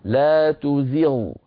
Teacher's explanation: وبالتالي في مثل هذه الآية نقول لا تزغ، فيها شيء من الرفعة عن زغ، فيها رفعة قليلة، ليس فيها رفعة كثيرة مبالغة، وإنما هناك شيء موجود.